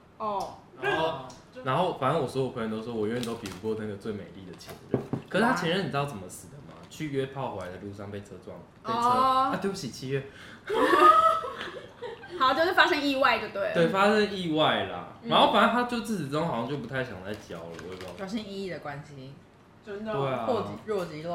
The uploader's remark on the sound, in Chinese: 本集節目邊吃晚餐邊錄音，有大量咀嚼聲請注意。